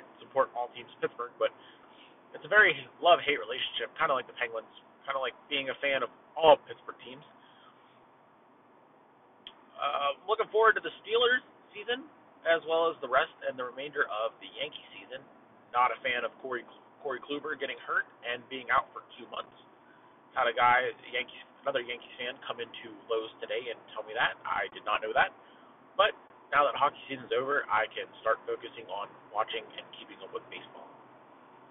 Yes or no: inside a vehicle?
yes